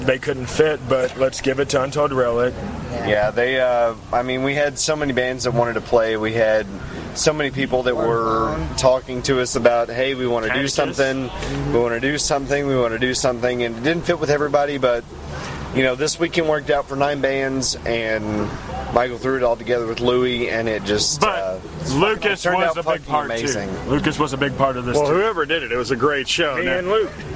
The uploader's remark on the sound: Special interview recorded at the massive benefit concert – featuring nine rock and metal bands. Prior to that show at Brewskees.